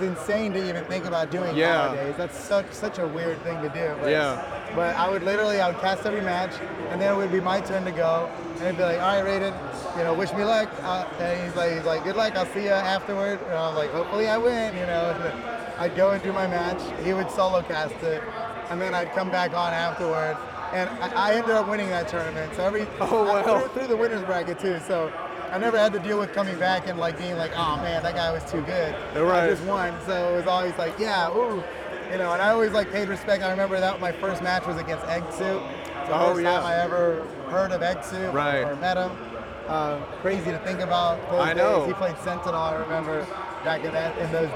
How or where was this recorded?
busy venue